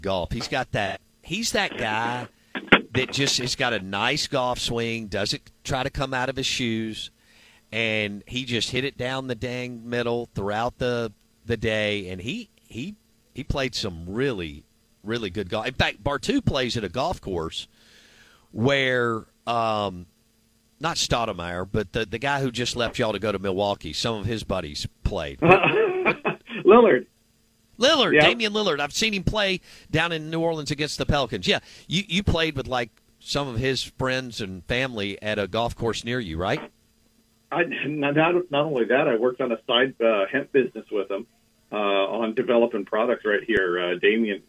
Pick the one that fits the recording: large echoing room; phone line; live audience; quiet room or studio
phone line